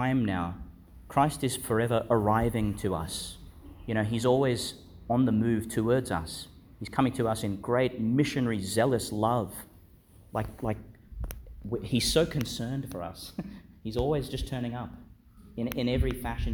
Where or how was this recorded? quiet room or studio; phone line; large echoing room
large echoing room